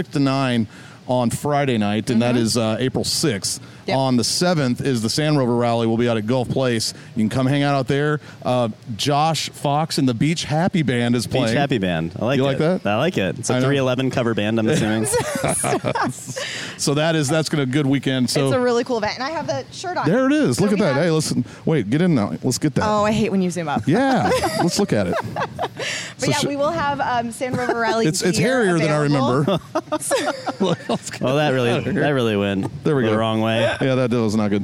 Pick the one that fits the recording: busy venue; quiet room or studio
busy venue